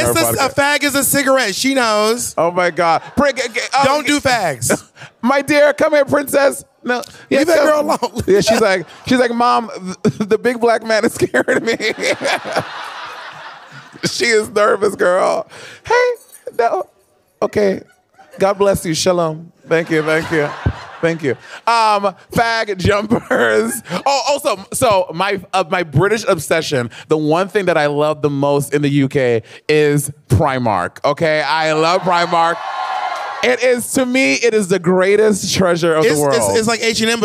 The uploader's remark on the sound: In this episode its the live footage from our panel at Drag Con UK.